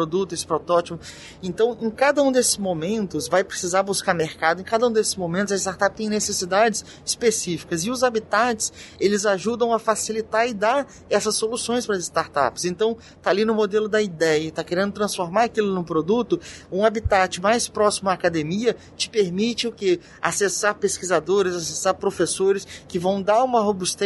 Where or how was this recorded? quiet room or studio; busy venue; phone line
busy venue